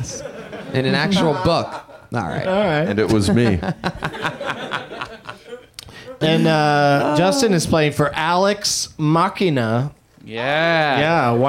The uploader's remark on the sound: Live from the UCB Franklin in LA